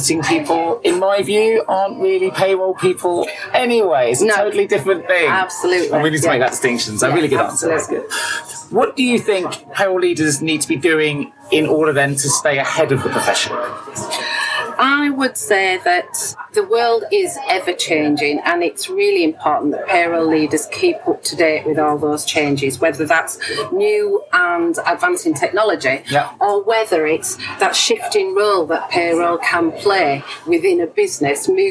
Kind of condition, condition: fault, background noise